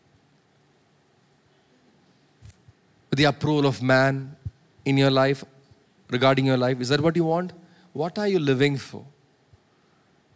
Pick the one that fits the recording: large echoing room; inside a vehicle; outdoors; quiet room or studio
large echoing room